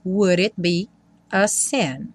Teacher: Aqui ele junta, então would it, o D vira rarara